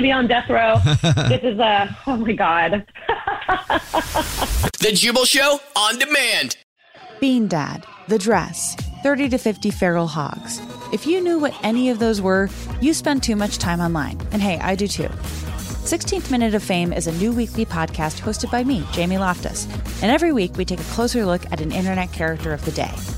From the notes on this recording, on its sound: Phone Prank